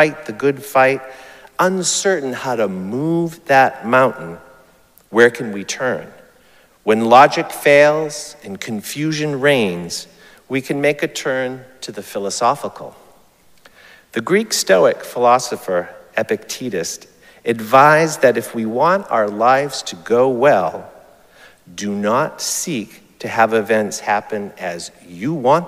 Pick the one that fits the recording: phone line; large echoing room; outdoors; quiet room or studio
large echoing room